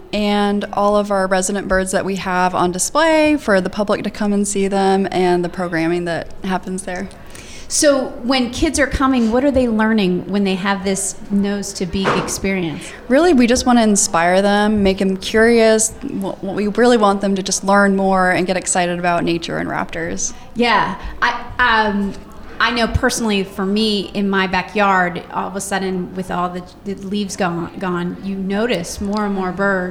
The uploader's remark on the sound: Recorded at SHARE Charlotte's Giving Tuesday event on November 26, 2023. Recorded at SHARE Charlotte's Giving Tuesday event on November 26, 2023.